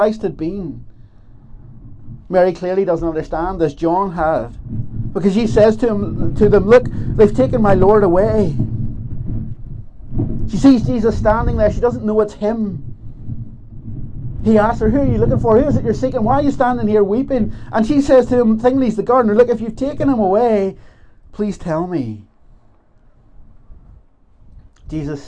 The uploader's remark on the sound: This is the recording of the Bible reading and talk from Ballymena Presbytery's Easter Dawn Service held at Slemish Car Park on Sunday 9th April 2023.